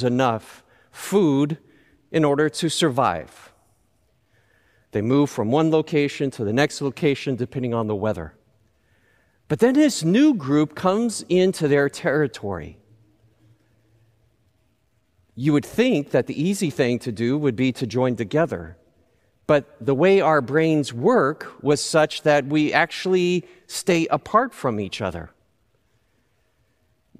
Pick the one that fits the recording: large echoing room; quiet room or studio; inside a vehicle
large echoing room